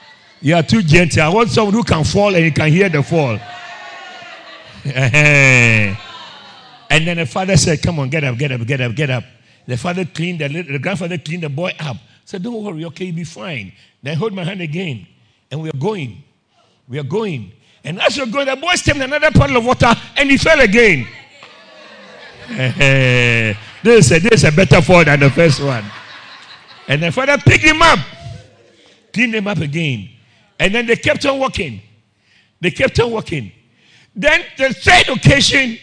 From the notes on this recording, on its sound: Preached at Christ Oilfields